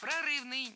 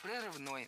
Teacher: Прорывный, неверно, правильно, прорывной. Ударение в этом прилагательном падает на окончание. · Shown in: second take